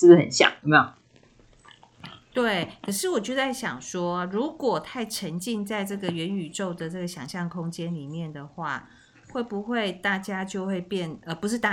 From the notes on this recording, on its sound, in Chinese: 錄製時有雜音請見諒